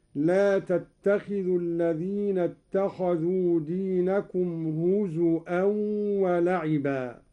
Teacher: قرأ قالون بهمز الواو هكذا: لا تتخذوا الذين اتخذوا دينكم هزوا ولعبا.